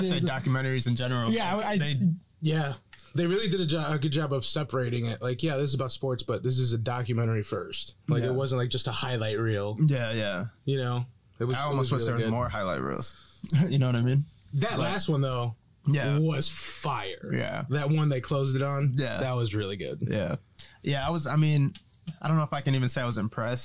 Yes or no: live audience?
no